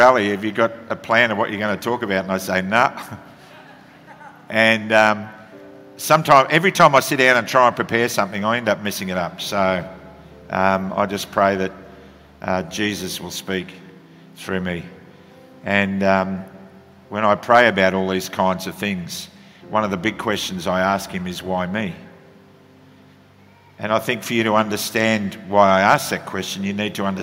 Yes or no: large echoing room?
yes